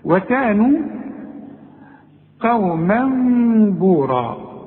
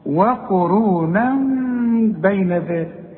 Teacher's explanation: انما لو تفتح المصحف هتلاقي فوق قوما ايه المفروض فتحتين، لا هو شلك فتحه وخلالك واحده بس، ورسم لك بدل الفتحه اللي شالها مين، علشان بيذكرك بيقول لك اذا وصلت اقلب التنوين الى ميم برضو وخفيه وغن، نفس النون الساكنه هي هي سواء بسواء، خلاص. · Term: اقلاب